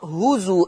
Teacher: فائدة، بقول قرأ ورش بثبوت الهمز في لفظ هزوا